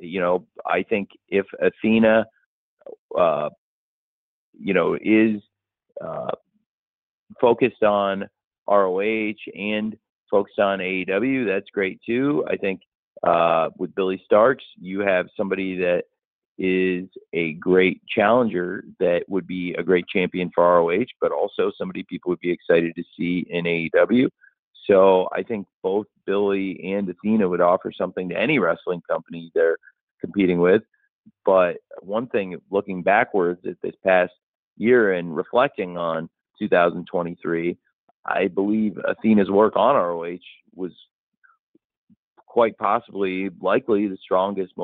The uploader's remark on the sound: Media Conference Call